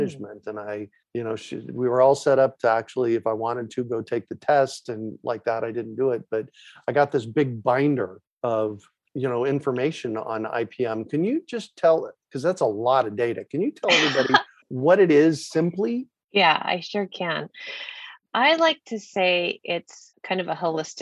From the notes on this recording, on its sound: A relaxed conversation in a Zoom room with a special guest. They answer questions from the live listening audience.